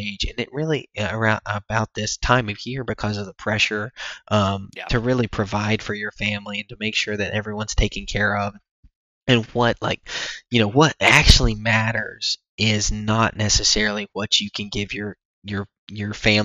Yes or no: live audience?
no